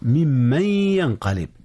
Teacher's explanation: ممن ينقلب، من ينقلب أصلها، فقيل فيه ممن ينقلب، إدغام بغنة. من ينقلب، إدغام نون من في الياء